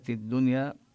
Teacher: اللام جاء بعدها الدال وهي من الحروف الشمسية لذلك شددوا الدال. والنون هنا النون الساكنة جاء بعدها حرف الياء لكنها لا تدغم فيها لأن إدغام النون بالواو والياء لا يكون إلا من كلمتين.